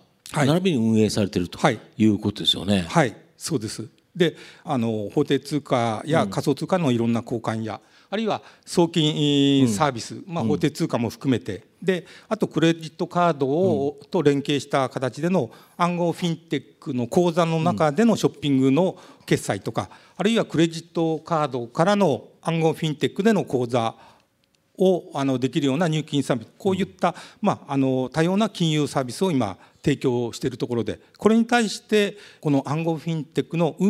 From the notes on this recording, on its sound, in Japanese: 2020年9月6日、東京・茅場町の東京証券会館ホールで行われた「ラジオNIKKEI 相場の福の神 注目企業ＩＲセミナー」